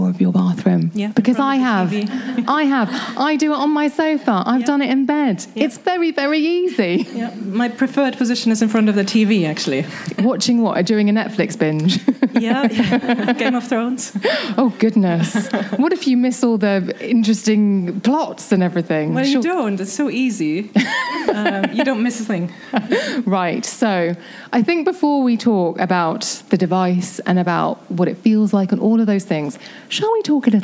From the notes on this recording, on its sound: in front of a live audience